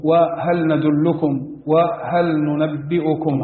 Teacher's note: إذا أدغمت اللام في النون لاحظ الغنة، نحن حركتين.